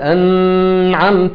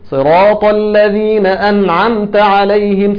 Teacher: الغنة عشان تغنى حاجة لازم تديها حركتين · Shown in: first take · فتقول أنعمت، أنا ما عملتش كده، أنا قلت صراط الذين أنعمت عليهم، سكنتها وجبت إيه؟